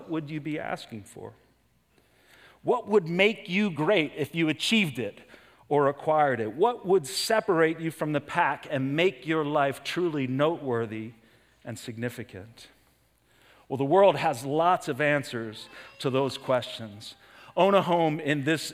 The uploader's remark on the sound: preached this sermon at Covenant Fellowship Church on September 17, 2023